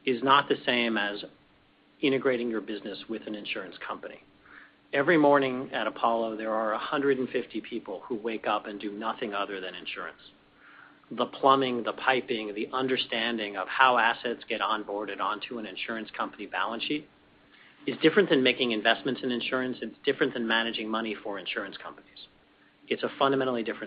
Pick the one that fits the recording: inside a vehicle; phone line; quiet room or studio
phone line